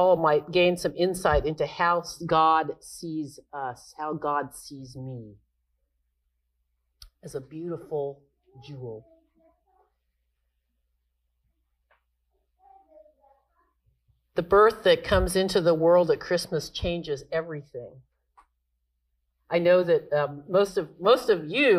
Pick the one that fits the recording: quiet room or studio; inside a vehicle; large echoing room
large echoing room